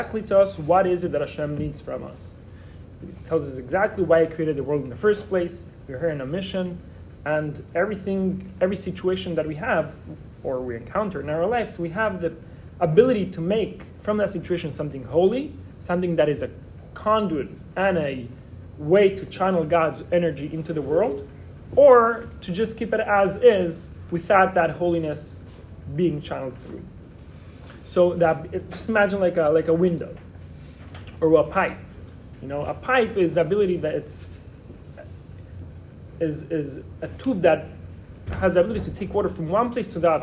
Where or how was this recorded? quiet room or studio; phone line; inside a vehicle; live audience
live audience